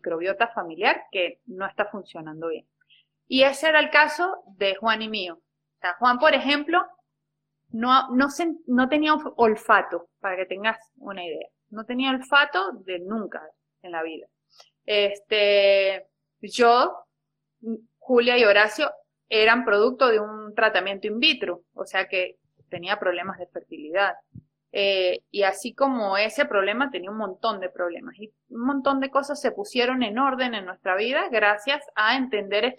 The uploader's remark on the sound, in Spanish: Audio de la charla en vivo por Instagram